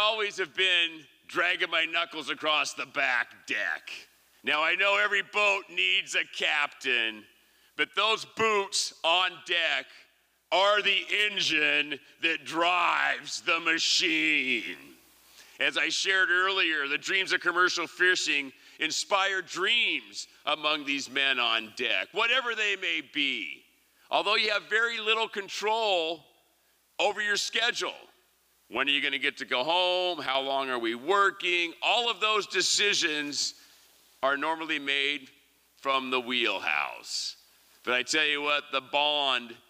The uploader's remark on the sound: Liberty Theatre-Saturday Night-Second Set. These performances were recorded at the Liberty Theatre on Saturday, February 25th, 2023.